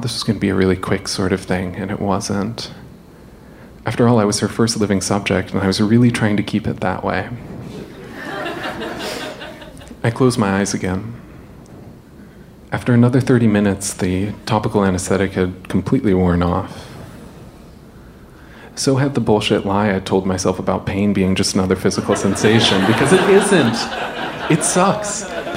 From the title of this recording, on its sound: Live From Seattle